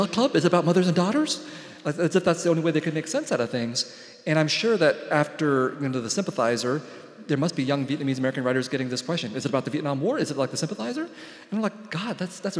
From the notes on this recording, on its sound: He spoke at this Seattle Arts & Lectures event at Benaroya Hall on May 7.